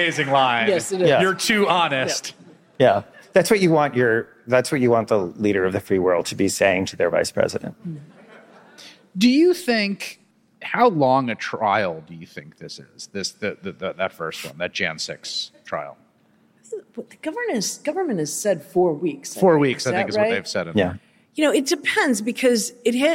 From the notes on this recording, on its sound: podcast tour at the Texas Tribune Festival in Austin.